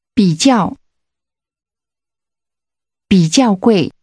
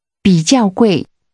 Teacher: That's a falling, rising tone followed by two falling tones.